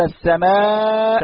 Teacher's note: فلذلك قبلت الزيادة على المد الطبيعي، نقول السماء. فإذا أردت مثلا أن تمد كلمة تبعاء، أن تمد العين، لن تستطيع، ستجد أن الصوت يمتد معك قليلا ثم يقف إلى حد معين. أما إذا قلت السماء ستجد أن الصوت يمتد إلى أن تقطعه أنت أو أن ينتهي صوتك أنت. · Term: حروف المد